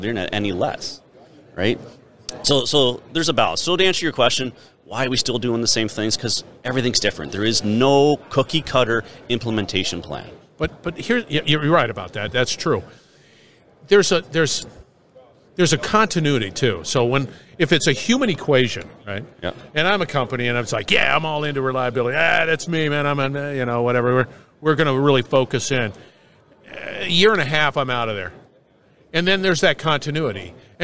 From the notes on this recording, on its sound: Industrial Talk is onsite at the 30th Annual SMRP conference. Industrial Talk is onsite at the 30th Annual SMRP conference.